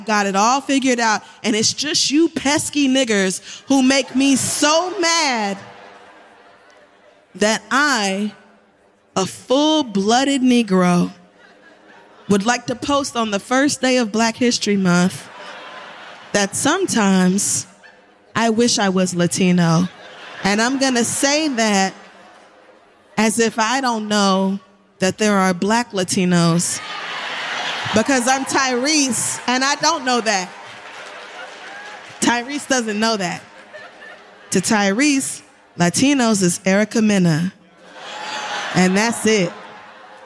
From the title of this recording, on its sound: 11th Anniversary Live Show - Live From The Beacon Theater